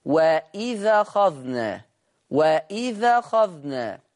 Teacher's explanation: قرأ ورش بالنقل في الألفاظ الآتية: وإذ أخذنا، هينقل حركة الهمز للذال